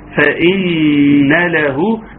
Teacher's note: النون حرف غنه مشدد يغني مقدار حركتين